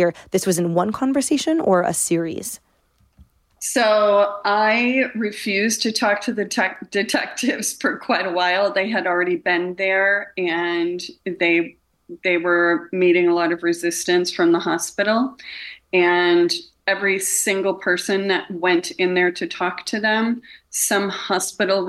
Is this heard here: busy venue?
no